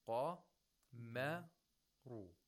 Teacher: Qamaru. We have one letter that is pronounced with tarqiq in between two letters that are pronounced with tafkhim, thickness.